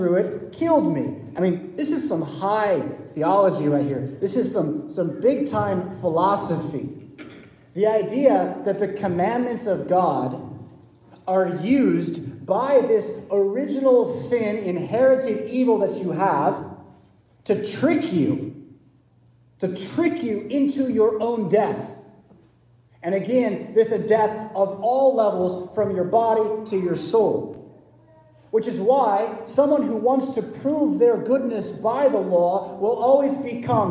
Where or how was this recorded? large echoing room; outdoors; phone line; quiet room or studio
large echoing room